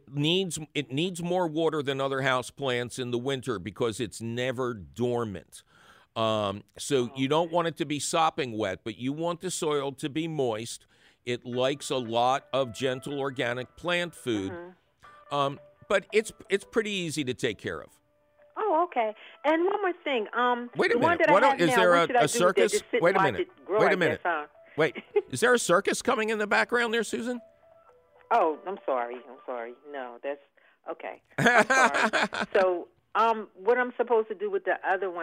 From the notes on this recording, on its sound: takes your phone call questions